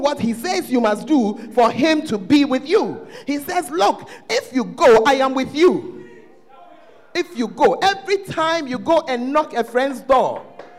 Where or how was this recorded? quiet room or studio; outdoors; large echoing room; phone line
large echoing room